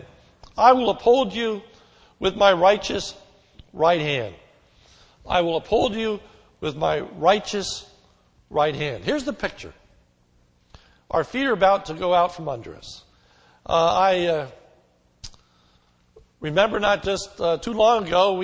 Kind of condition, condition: setting, large echoing room